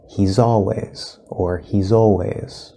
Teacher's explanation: The Z in he's will connect